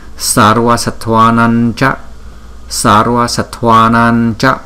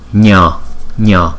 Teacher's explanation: Chữ M có dấu chấm này là anuswara thì chúng ta đọc là nhờ